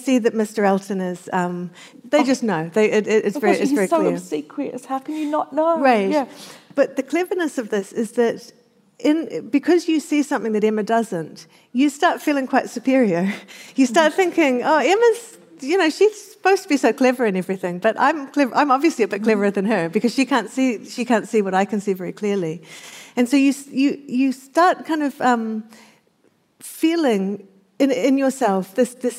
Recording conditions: live audience